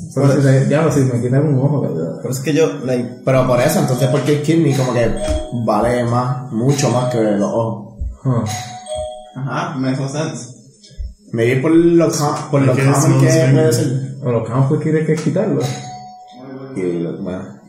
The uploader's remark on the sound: Audio sucks because we used the wrong mic